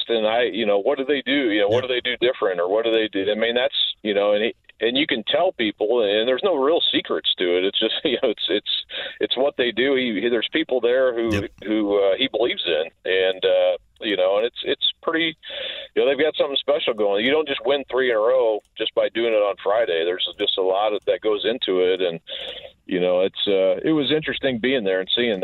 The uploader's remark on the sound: opens the phone lines and takes some calls